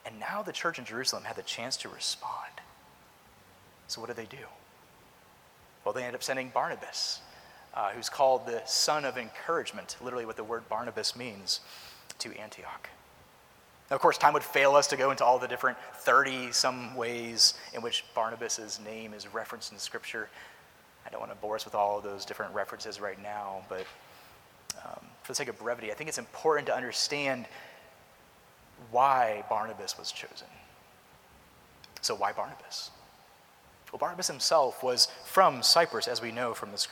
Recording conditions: large echoing room